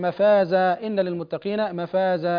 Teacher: فالمنون المنصوب يبدل ألفا عند الوقف